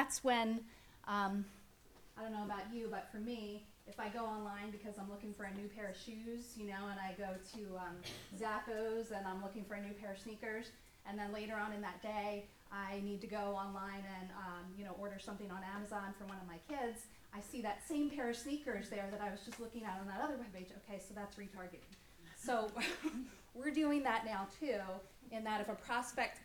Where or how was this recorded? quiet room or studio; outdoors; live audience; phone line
live audience